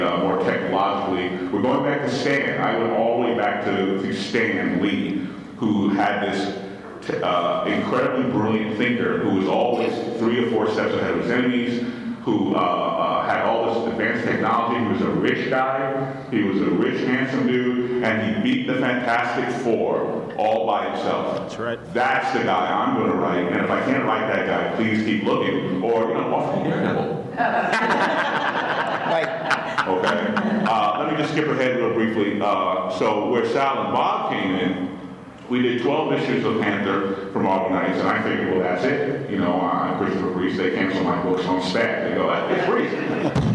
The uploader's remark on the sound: The Black Panther Panel. From Terrificon recorded last month at Mohegan Sun in Connecticut.